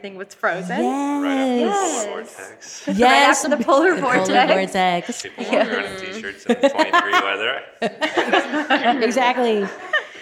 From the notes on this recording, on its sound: Live Studio Audience! At Metro Division Young Adult Retreat. We sat down with the attendees of Metropolitan Division's Young Adult Retreat.